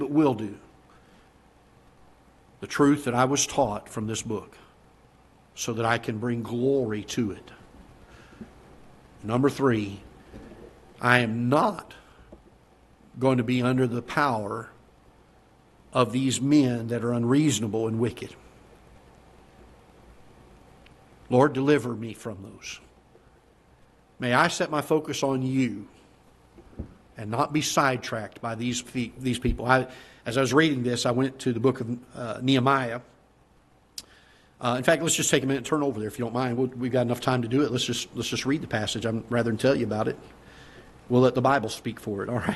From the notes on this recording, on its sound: Ketha Heights Baptist Church ~ Live Broadcast.